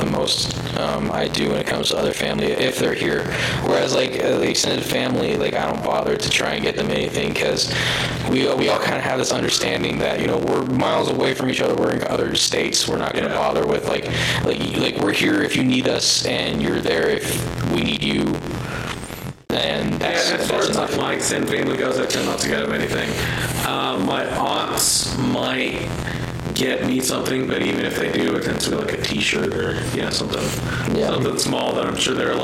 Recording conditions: poor sound quality